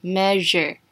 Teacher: 重音在 m e a 的地方发 met 的音 s e r e 只是一个 r 的感觉 measure。